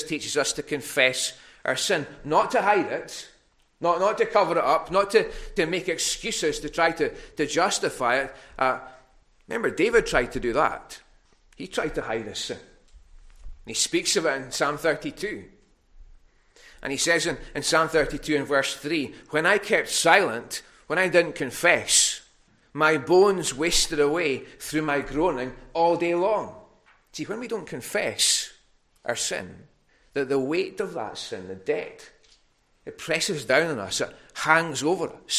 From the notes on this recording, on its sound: Recorded at North Harris Free Church on Sunday Evening 5th September 2021